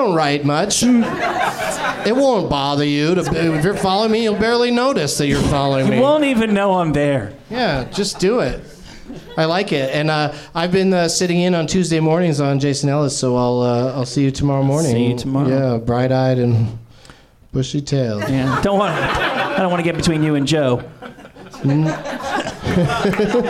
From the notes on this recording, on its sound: Live from the NerdMelt Showroom in LA